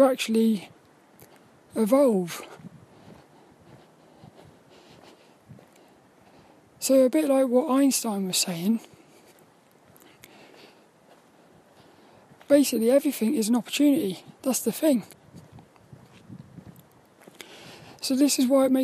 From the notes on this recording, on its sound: This 'About The Tings' brain dump episode was a Walk and Talk around the local Graveyard, and Central Park in Plymouth.